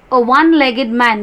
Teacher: we say a one-legged man because one begins with the consonant sound wa. So, we put a before one man.